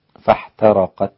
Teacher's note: نار فاحترقت هكذا بالسكون والسكت على التاء بالهمس